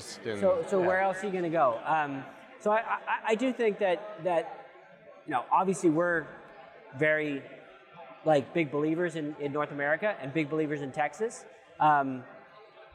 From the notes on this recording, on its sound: We apologize in advance for the echo we had during the recording.